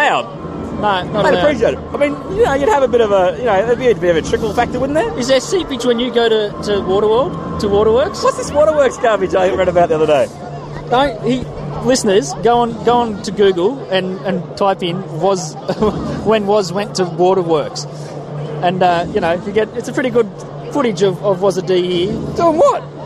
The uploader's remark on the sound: 'live recorded' from the Sydney Cricket Ground for the Dragons-Tigers clash. We've got a few of the younger brigade with us taking in the SCG for the first time.